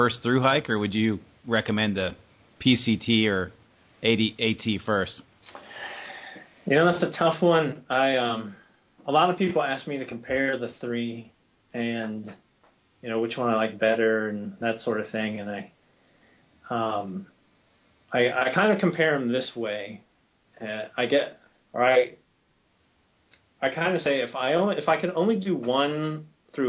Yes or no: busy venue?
no